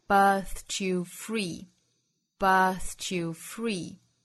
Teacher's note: 其实就是清清浊浊的 t 跟后面的 y 连读同化而来 · Term: ch 的发音